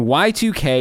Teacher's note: She also points out that when Y2K is analyzed as poetry, one sees a satisfying alternation of long and short syllables, a diphthong, Y, followed by a monophthong, 2, and a final concluding diphthong, K